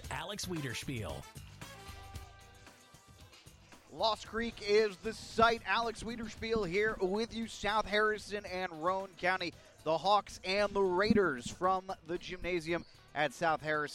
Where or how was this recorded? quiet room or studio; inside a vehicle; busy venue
busy venue